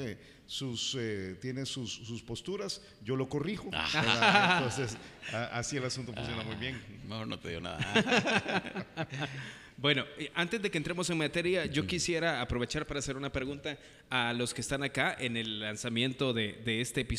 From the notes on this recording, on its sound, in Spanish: Una grabación en vivo desde Paradigma.